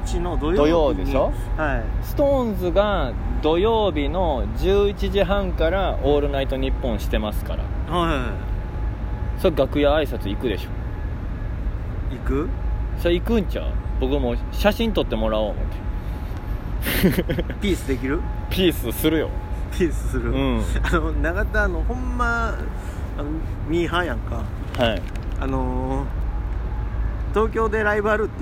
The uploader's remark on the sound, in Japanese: 外で録音してるので風の音など入ってる場合があります。公園収録。